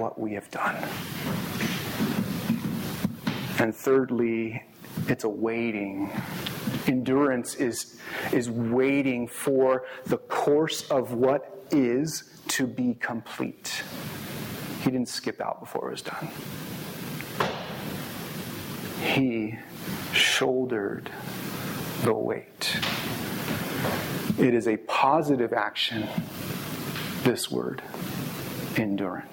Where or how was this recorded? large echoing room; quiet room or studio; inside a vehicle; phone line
large echoing room